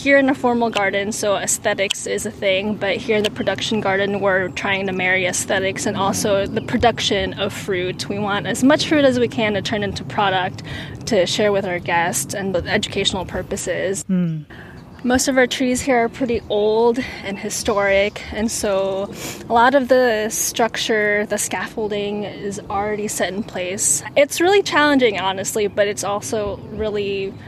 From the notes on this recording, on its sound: Soak in the sounds of seasonal transition as the Garden begins to bloom.